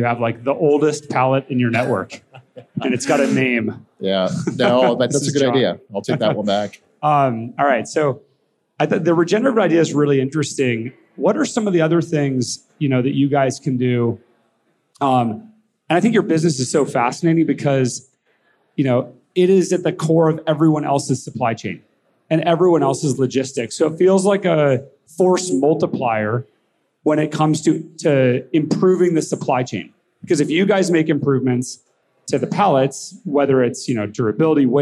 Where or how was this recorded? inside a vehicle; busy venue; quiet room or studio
busy venue